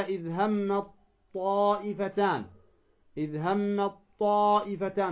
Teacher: تدغم التاء في الطاء، كقوله تعالى إذ هم الطائفتان، إذ هم الطائفتان، فلا تقول إذ همت طائفتان، لا، إذ هم الطائفتان.